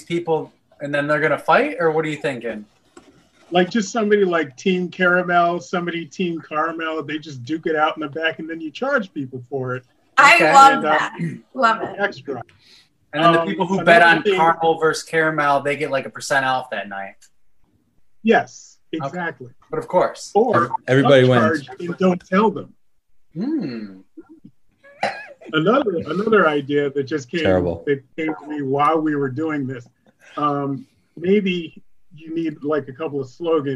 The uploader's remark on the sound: Recorded Live on Zoom